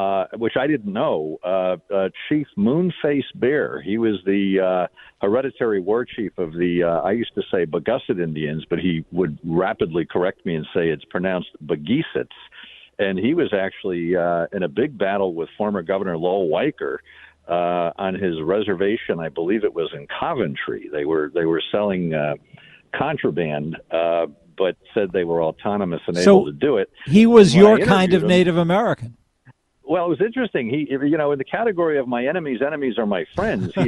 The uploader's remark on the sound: We take phone calls